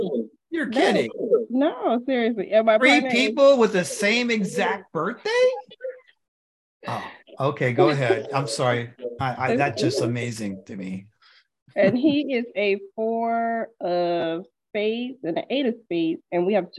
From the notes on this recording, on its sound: The shows are now all hosted on Zoom.